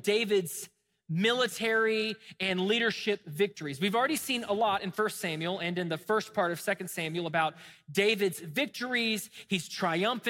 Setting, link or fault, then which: setting, large echoing room